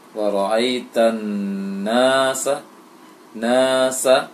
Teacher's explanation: Di tasydid terlebih dulu, kemudian panjangkan na.